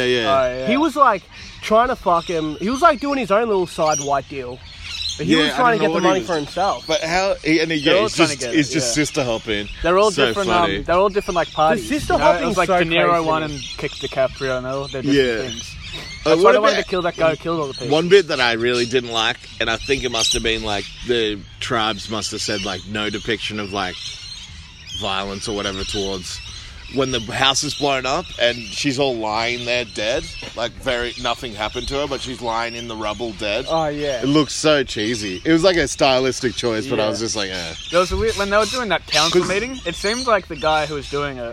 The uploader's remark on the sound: Disregard the outdoor audio.